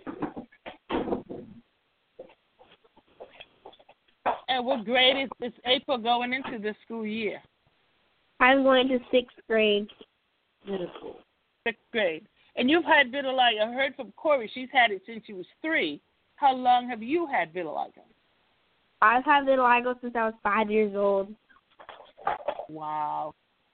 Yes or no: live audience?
no